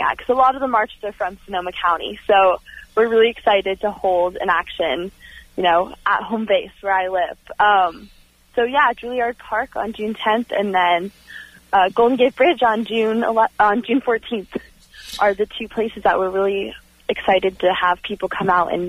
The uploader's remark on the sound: Called in from the Sunrise Youth March from Paradise, CA to San Francisco that had reached Winters, CA, 130 miles done of the 266 mile march.